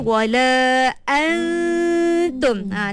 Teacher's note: Kita tak sebut secara jelas nun, betul tak? Kita terus masuk pada huruf ta. Tapi kita pinjam dia punya dengung. · Term: ikhfa